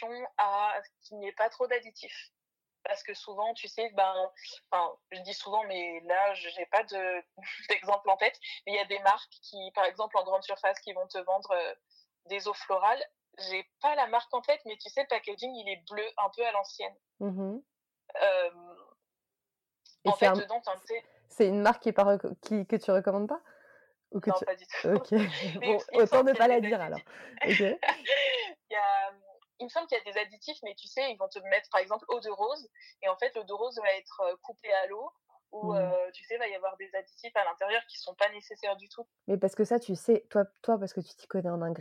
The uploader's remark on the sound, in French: Nous avons eu un petit problème d'enregistrement (oups) donc la qualité audio n'est pas la meilleure sur cet épisode